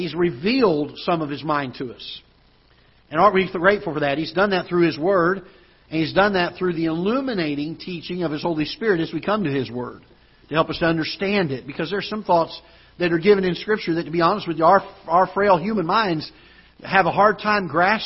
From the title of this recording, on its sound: Ketha Heights Baptist Church ~ Live Broadcast